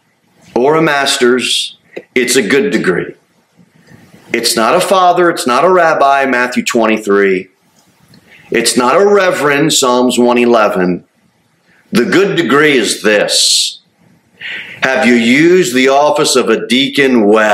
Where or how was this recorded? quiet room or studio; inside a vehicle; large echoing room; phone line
large echoing room